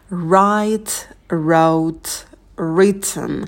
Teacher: В слове write на дифтонг I опускаем челюсть вниз, язык немного оттягиваем назад, чтобы дифтонг получился более таким глубоким, более оперным. Потом wrote, дифтонг O передний и на звук T добавляем придыхание.